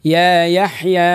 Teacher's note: حرف الياء يخرج من أدنى وسط اللسان مع ما يقابله من أدنى وسط الحنك الأعلى، لكن ينبغي أن عضوي النطق يمسوا في بعضهم.